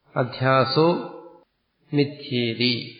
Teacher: ചില വ്യഞ്ജനാക്ഷരങ്ങൾ വരുമ്പോൾ ആ വിസർഗം ഓ ആയിട്ട് മാറും. അതാണ് അധ്യാസോ അധ്യാസഹ അധ്യാസോ എന്ന് മാറിയത്.